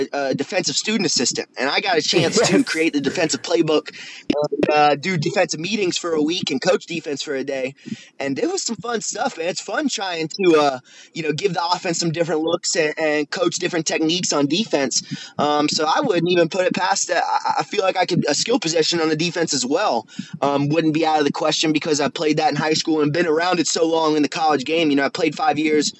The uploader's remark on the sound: over the phone for a 1-on-1 interview